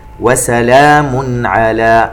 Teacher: عما، نغن الميم المشددة بمقدار حركتين. وسلام على، التنوين عند حرف العين إظهار حلقي